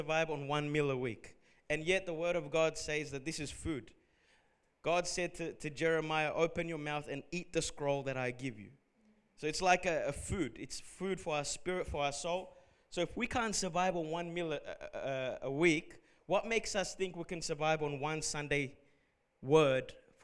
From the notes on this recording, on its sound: Recorded at Revive Church Melbourne on Sunday the 30th of December